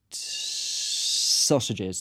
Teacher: And she's, you know, I had to whistle my T's, so my T would, I'd start off with a T sound, and then I'd have to turn it into a whistle